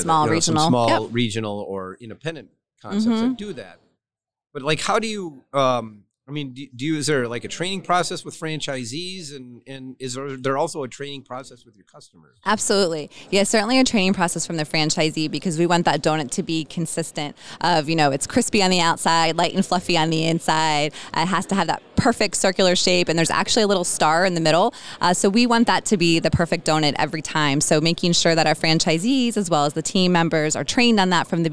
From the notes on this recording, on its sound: joined me at the Restaurant Leadership Conference recently